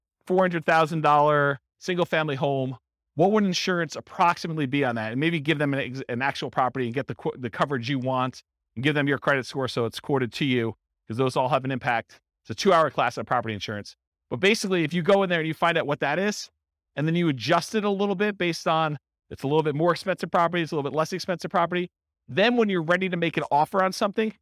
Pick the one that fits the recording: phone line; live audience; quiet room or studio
live audience